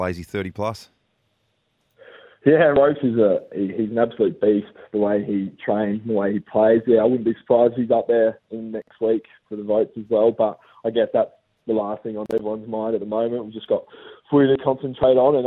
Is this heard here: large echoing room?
no